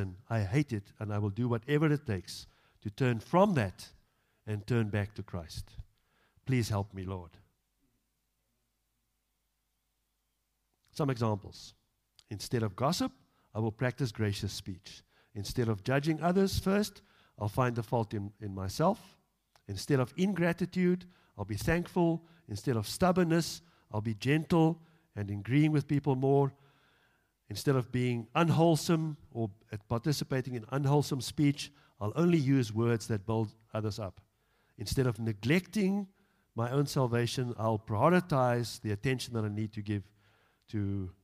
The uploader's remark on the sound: Evening Worship Service.